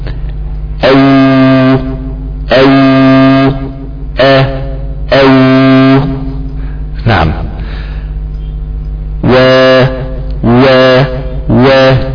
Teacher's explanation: تخرج من الشفتين باستدارتهما، تخرج من الشفتين باستدارتهما. · Term: الواو